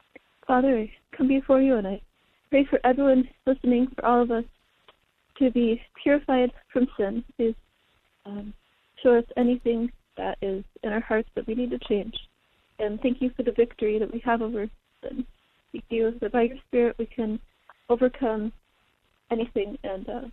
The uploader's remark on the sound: We had our weekly prayer meeting today, which was very powerful. Thank you to those who called in.